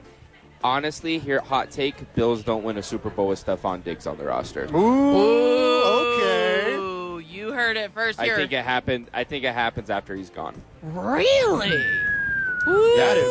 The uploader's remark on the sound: live from Top Golf for the YMCA Charity event